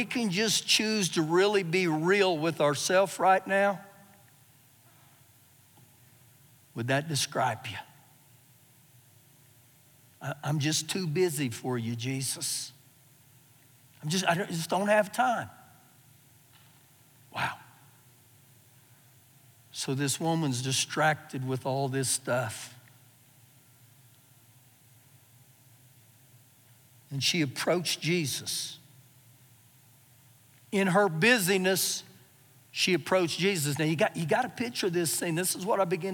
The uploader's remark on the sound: Recorded live during our Wednesday night service.